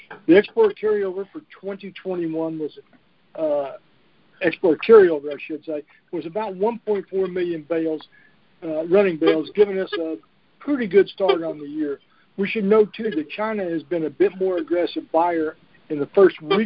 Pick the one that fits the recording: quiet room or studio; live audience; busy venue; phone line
phone line